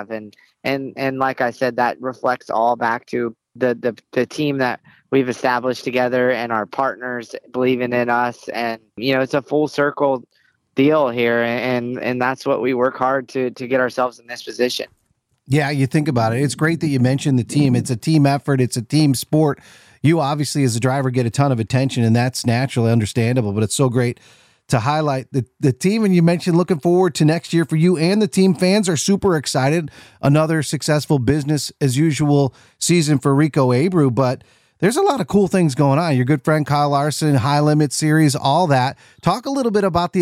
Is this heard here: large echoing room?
no